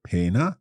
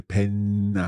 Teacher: we hold the nasal sound there · Shown in: second take